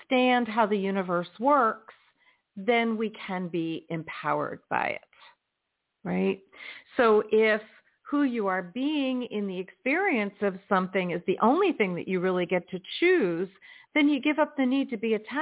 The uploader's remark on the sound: in response to callers' questions